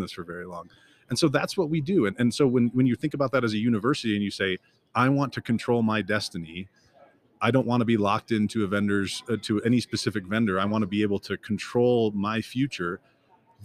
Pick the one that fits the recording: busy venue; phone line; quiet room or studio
busy venue